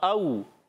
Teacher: वाउ लीन नरमी से अदा करते हैं, बग़ैर खींचे अदा करते हैं